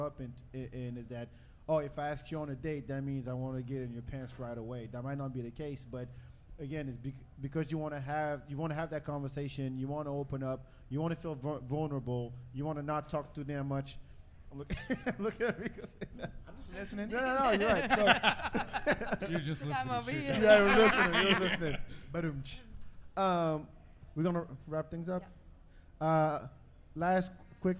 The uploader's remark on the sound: Live from Collide ATX.